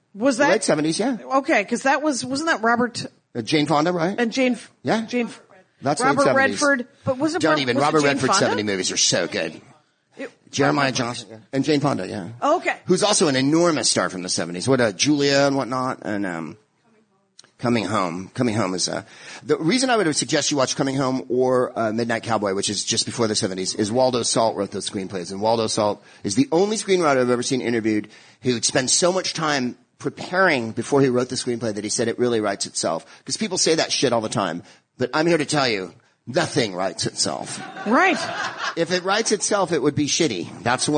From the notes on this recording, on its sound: in front of an amazing crowd